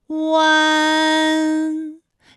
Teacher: 口型迅速的由合口变为开口状 · Term: 乌安